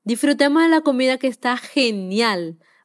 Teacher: parece que no pronuncia la S y junta las vocales con las consonantes